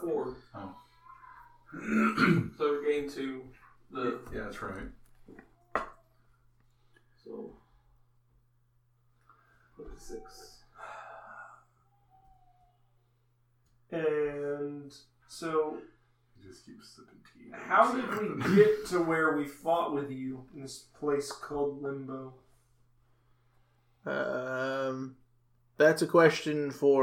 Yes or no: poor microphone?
yes